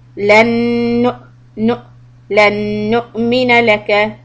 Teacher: when you connect the noon, hold it, and then the hamza, give it a little hiccup.